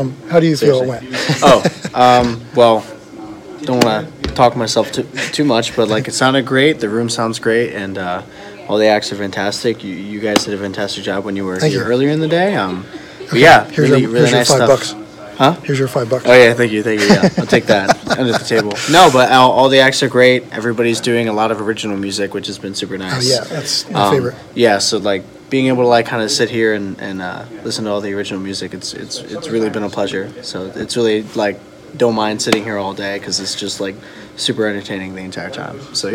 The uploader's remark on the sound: Video clips and live interviews from a handful of original music performances. Caught at Musikfest.